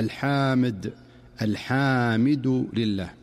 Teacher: يمد بعضهم الحاء مدا مفرطا فينطقها الحامد، الحامد لله، وكأنه أضاف ألفا بعد الحاء فيقول الحمد لله رب العالمين على سبيل المثال. · Term: التوليد